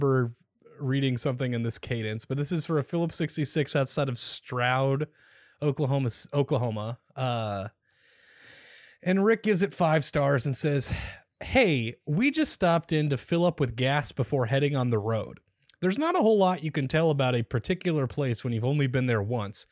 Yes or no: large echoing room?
no